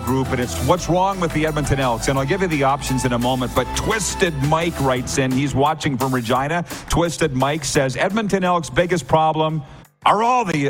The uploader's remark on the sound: LIVE on Location!